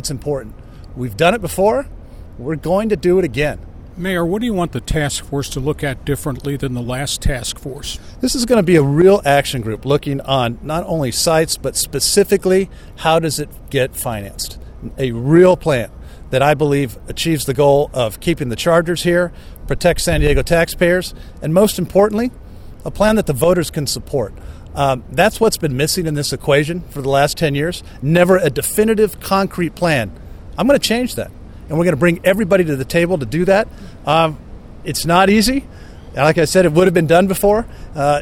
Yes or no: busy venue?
yes